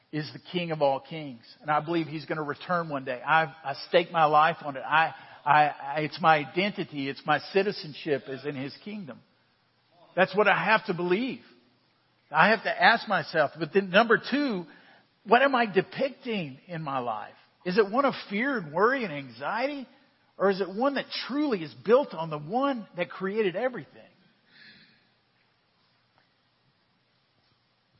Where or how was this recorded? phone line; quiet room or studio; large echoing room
large echoing room